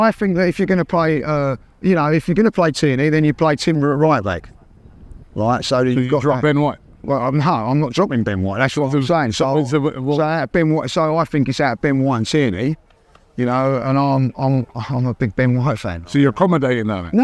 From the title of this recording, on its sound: Special Live From Arsene Wenger Statue Unveiling!